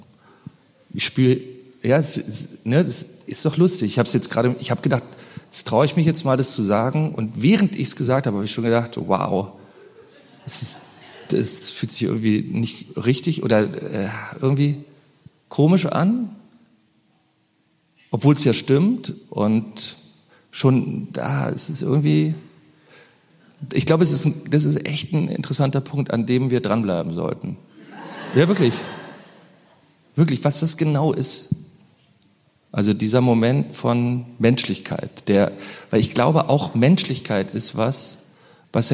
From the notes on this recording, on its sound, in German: Dann haben wir das ganze noch live beim Mit Vergnügen Podcast Fest im Berliner Funkhaus aufgenommen. Ich glaube man hört auch, wie sich die Stimmung im Publikum während des Gesprächs verändert.